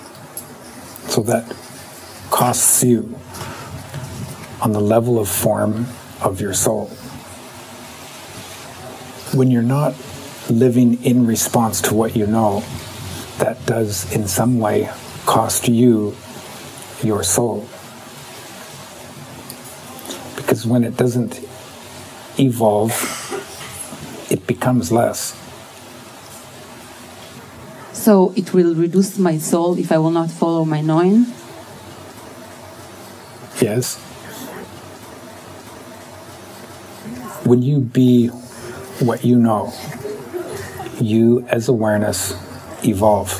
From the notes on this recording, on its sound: Netanya, Israel Event and Open Mic & Nordegg, Canada Open Mic